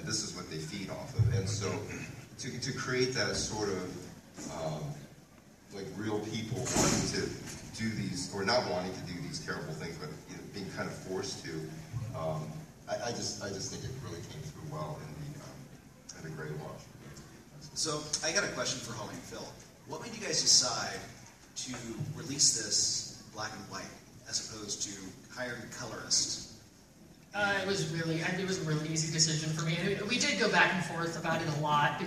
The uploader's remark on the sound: It's the American Gothic Press Podcast, live from our WonderCon 2016 panel at the Los Angeles Convention Center! Apologies for the audio quality.